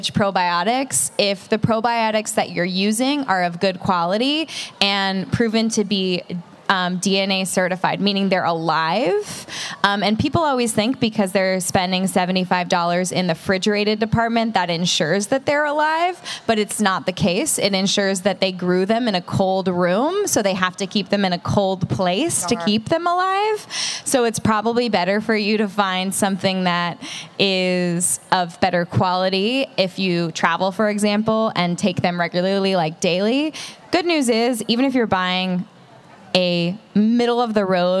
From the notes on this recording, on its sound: Live! At The Grove in Los Angeles. A live show at Los Angeles’s premiere spot for wellness in the form of retail therapy, The Grove.